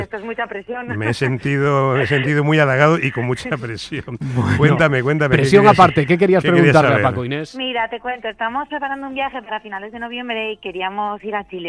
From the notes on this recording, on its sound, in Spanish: Le envían al WhatsApp del programa a través de notas de voz.